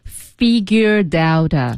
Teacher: OK 这个 t 就变成一个的了